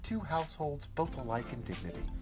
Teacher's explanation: With five metrical feet, each consisting of one short or unstressed syllable, followed by one long or stressed syllable. · Term: iambic pentameter